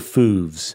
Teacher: So it's rounded lips, sort of front of the mouth, long vowel. · Term: oo sound